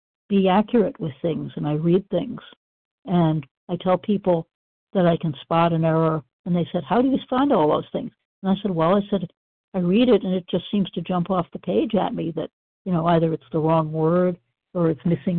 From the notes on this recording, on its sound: the 100 Pounders Phone Meeting